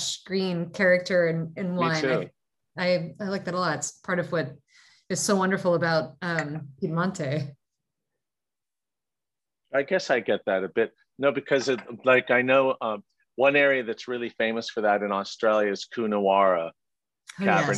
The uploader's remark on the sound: In this Zoom session